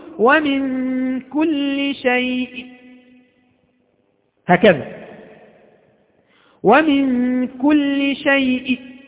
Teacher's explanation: مع الروم يضيع التنوين ويبقى أصل التنوين هنا إن كان يعني مفتوحا أو مكسورا أو مضموما